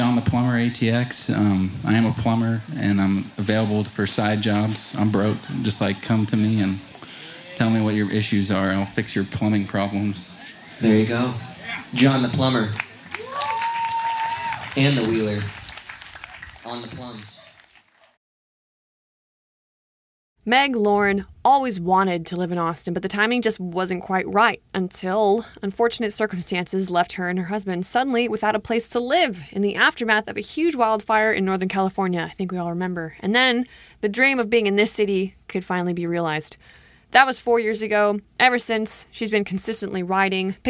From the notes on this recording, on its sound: Recorded live at Late at the Lake, at Mozart's Coffee Roasters in Austin, Texas on Tuesday, May 30th, 2023, outdoors on our main stage.